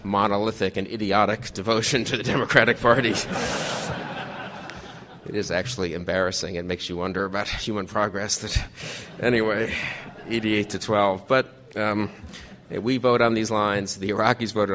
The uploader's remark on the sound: The Federalist Society presented this Showcase Panel at the 2006 Annual National Lawyers Convention on Thursday, November 16, 2006.